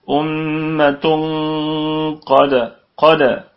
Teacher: القاف في ثالث درجات التفخيم وفيها قلقلة نسبية، والدال ساكنة مقلقلة، قلقلة صغرى وصلا قلقلة وسطى وقفا، أمة · تنوين جاء بعد حرف القاف إخفاء حقيقي بغنة، والغنة مفخمة وهي في ثالث درجات الغنة، أمة قد قد، القاف في ثالث